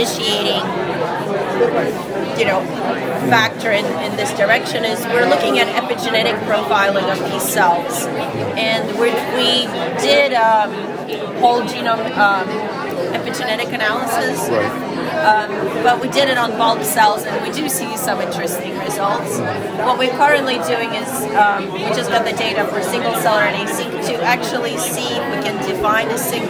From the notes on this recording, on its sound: Check out "Heard on the Street" recorded during the IDS Paris 2023 Day 1 Poster session.